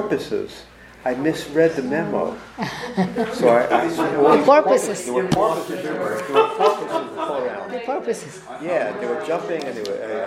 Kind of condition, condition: setting, live audience